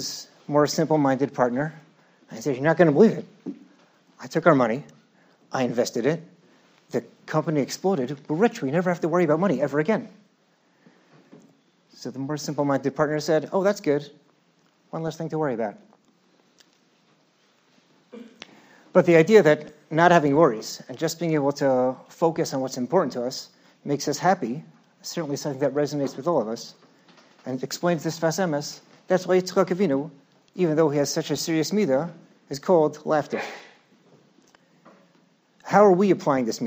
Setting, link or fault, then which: setting, large echoing room